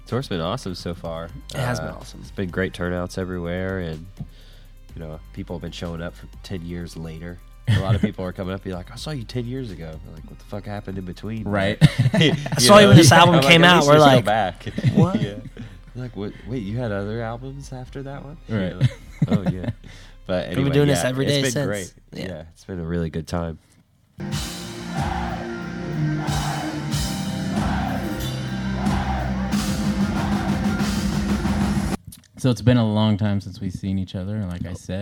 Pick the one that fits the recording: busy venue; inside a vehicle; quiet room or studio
busy venue